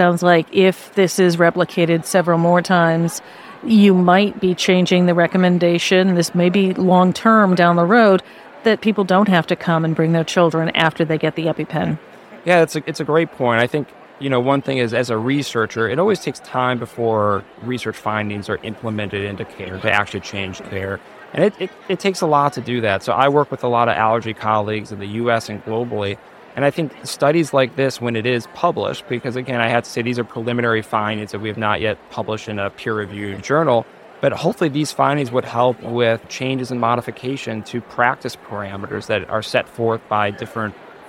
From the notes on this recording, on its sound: at the Pediatric Academic Societies (PAS) meeting in Washington, DC, where we spoke with him